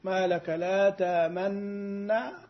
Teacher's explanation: بإدغام محض بلا روم وبلا إشمام · Term: الإدغام المحض